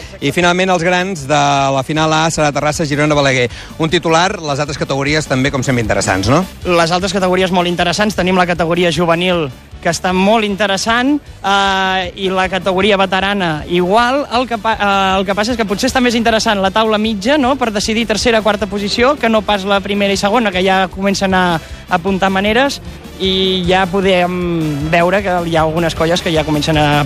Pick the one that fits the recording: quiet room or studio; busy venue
busy venue